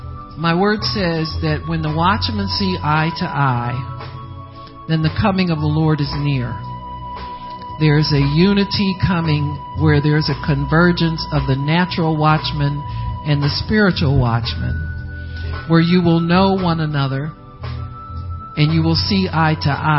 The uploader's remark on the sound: Prophecy given August 15, 2015 at the POWER AND GLORY OF GOD CONFERENCE